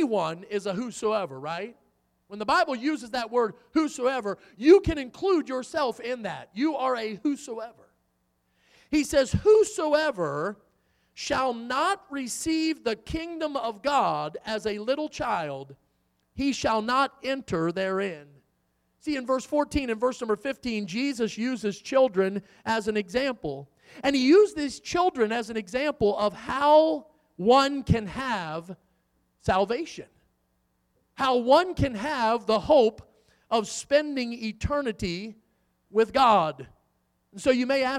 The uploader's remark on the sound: in the Sunday Morning Service on December 10, 2023, at Victory Baptist Church in Boonsboro, Maryland